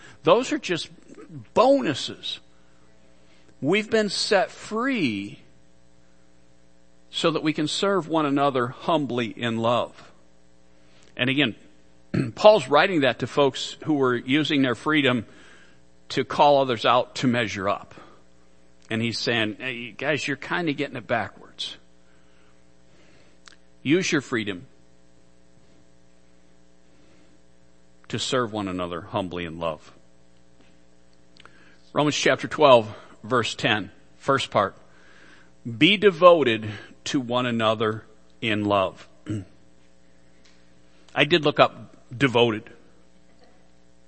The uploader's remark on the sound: Worship Service - Audio